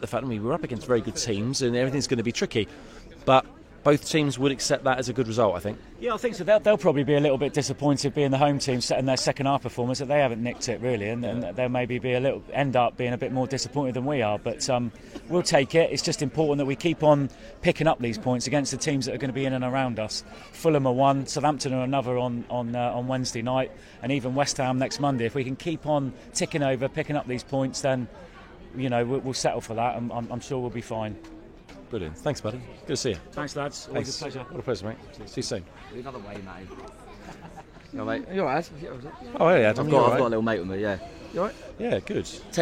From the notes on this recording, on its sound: We gauged the reaction outside the stadium. Are at the Pear at Parley to go over the 2-2 draw.